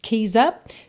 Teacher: throw your keys up, junta com esse sonzinho de Z